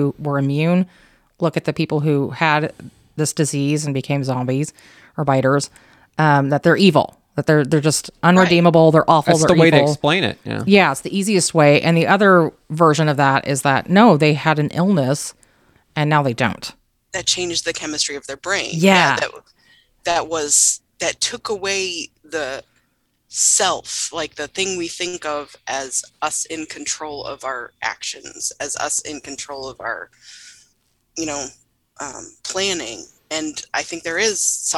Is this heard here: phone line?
no